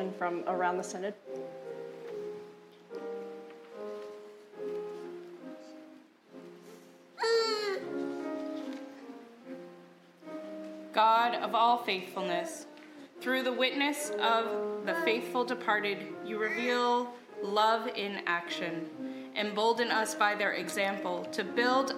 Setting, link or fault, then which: setting, large echoing room